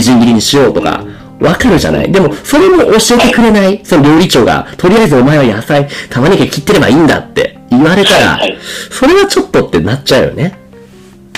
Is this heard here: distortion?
yes